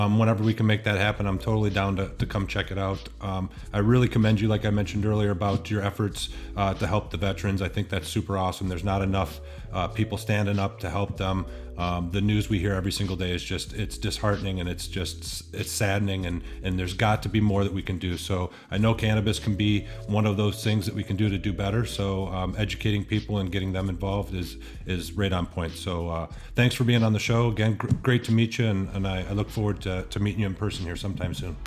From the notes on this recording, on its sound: The Smokin' Rope Podcast hits the road for 4/20 as we broadcast LIVE from Bloom City Sturgis.